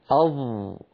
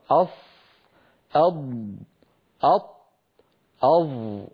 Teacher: ينحصر الصوت بالحرف المطبق بين اللسان والحنك الأعلى · Term: الإطباق